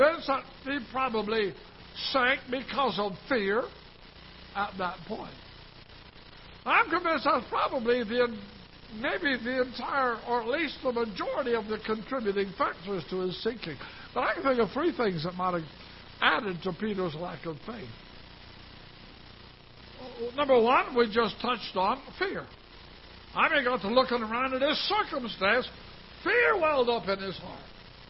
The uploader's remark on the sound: Ketha Heights Baptist Church ~ Live Broadcast